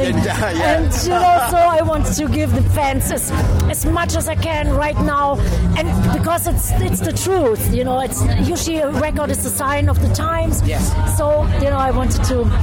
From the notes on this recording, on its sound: TURS All Talk Bloodstock 2018. At this years Bloodstock Festival 2018.